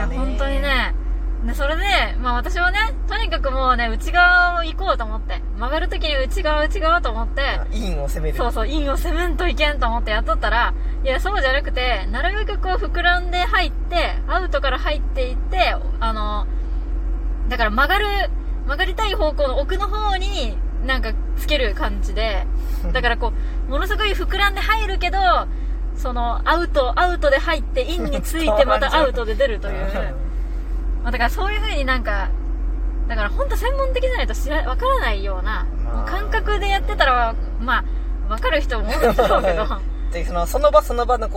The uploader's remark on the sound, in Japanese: 冷房をかけた車内で録ってるので雑音あります。